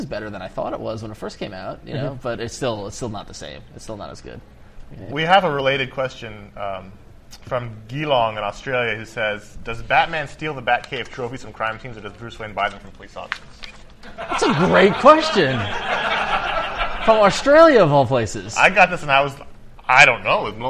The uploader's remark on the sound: We're LIVE from Heroes Con in Charlotte, NC